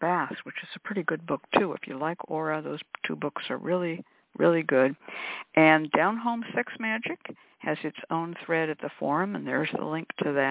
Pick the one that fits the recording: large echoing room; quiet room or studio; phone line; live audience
phone line